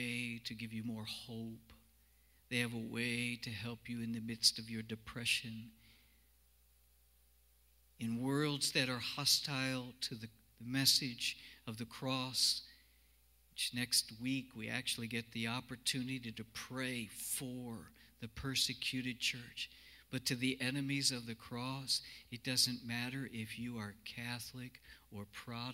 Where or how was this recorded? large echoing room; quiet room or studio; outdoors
large echoing room